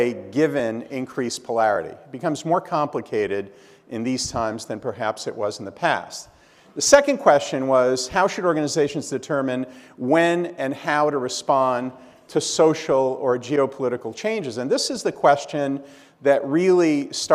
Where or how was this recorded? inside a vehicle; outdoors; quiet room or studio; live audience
live audience